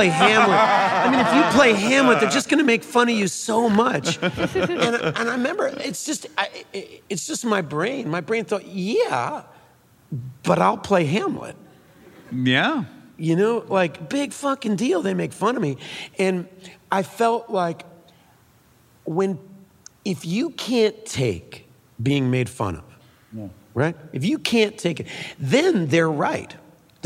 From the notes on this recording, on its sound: Armchair Expert Live from Brooklyn at the Brooklyn Academy of Music.